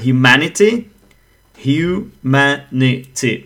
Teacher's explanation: Basically, the stress goes onto the third syllable from the right.